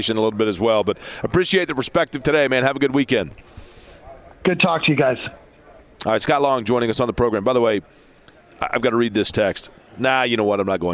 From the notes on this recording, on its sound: from Radio Row at the NFL Combine